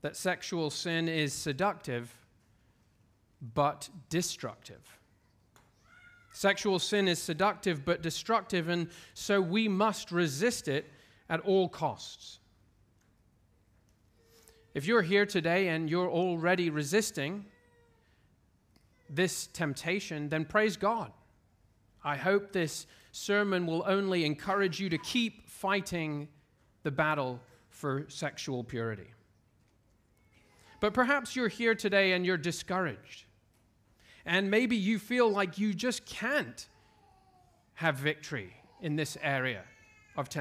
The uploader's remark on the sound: at Covenant Hope Church in Dubai, UAE